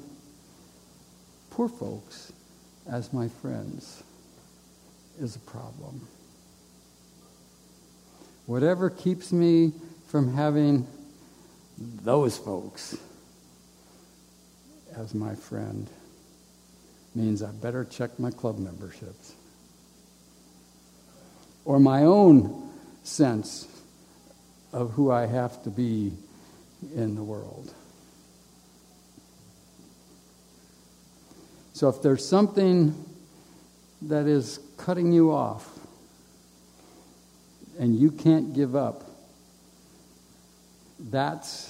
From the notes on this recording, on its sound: A live recording of Camp Arcadia's Dean & Lecturer's Program. This podcast was recorded live in the Assembly building during Camp Arcadia's Family Week 9.